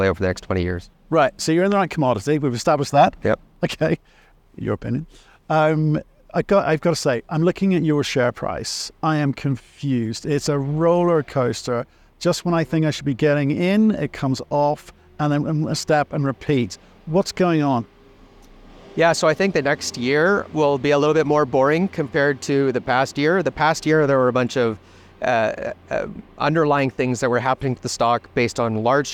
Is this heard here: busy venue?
yes